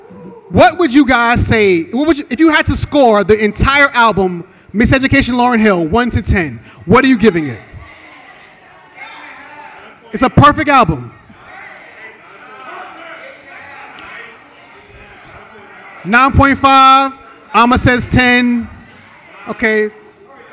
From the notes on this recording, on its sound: In front of live audience in New York City.